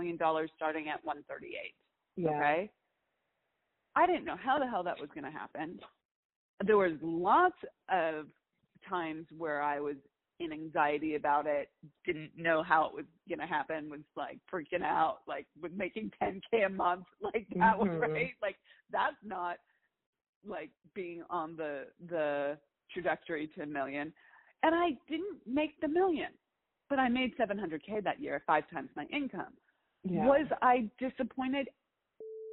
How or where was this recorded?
phone line